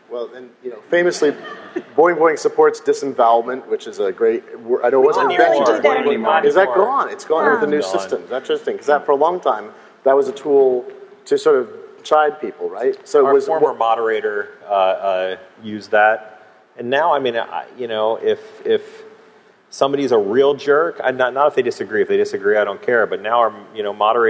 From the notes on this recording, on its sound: I interviewed at the XOXO conference and festival. The folks who videotaped throughout XOXO 2012 and 2013, for providing the high-quality audio file.